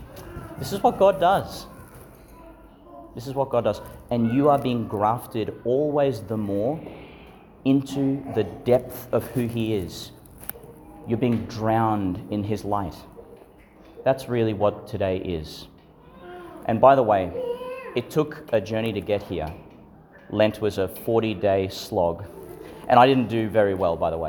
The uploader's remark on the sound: delivered in St Patrick's Church, Calliope, Qld.